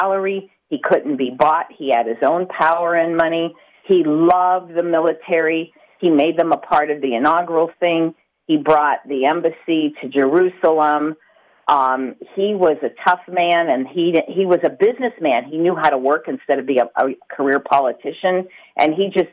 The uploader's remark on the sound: opened the phone lines to allow listeners from across the nation